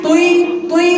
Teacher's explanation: صوت الطاء ما فيهاش هوا خالص